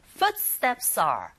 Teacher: 기능어이기 때문에 강사를 받지 않아서 footsteps are S라는 자음의 소리와 R의 아 이 부분에 모음이 연결되니까 연음 현상이 일어나죠. There's a liaison.